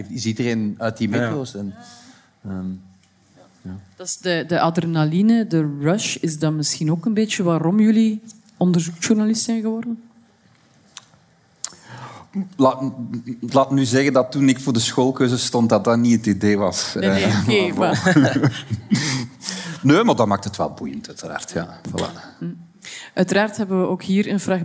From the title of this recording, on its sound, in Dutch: LIVE vanop het Podcastfestival